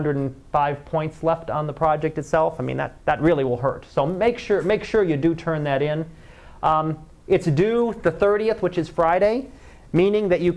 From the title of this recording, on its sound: Live Class Lecture